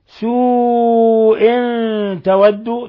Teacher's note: قوله تعالى سوء، مد متصل يمد من 4 إلى 5 حركات، سوء تود، تنوين كسر جاء بعد حرف التاء، الحكم التجويدي إخفاء حقيقي